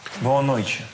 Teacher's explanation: это очень характерно для бразильского варианта. Вот такая большая мягкость, больше таких шипящих звуков.